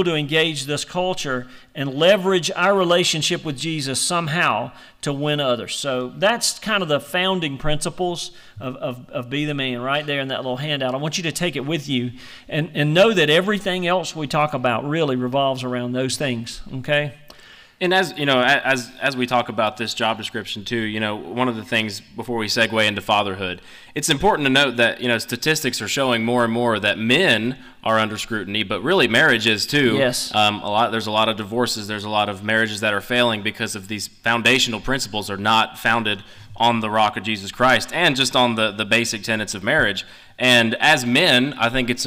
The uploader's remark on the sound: The Be The Man Podcast went LIVE at Trinity of Fairview!